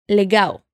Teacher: la L del portugués al final de las palabras suena como la U